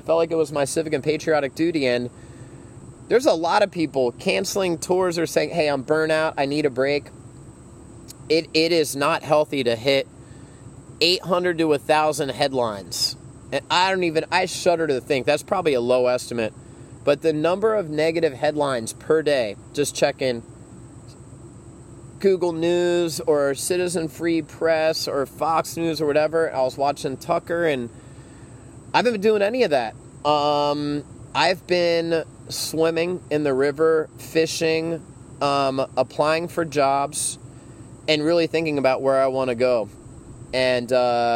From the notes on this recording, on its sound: Episode 25 was the first (and probably the last) show to be recorded outdoors. Thought it would be cool to record Episode 25 near a van down by the river. During post-production, however, I discovered why most folks record podcasts inside. Way less ambient noise from chickens, roosters and rustling leaves.